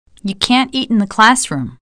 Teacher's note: In the negative, you hear can, but often you don't hear the negative.